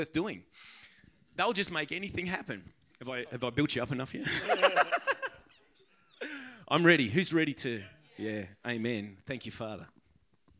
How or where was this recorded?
live audience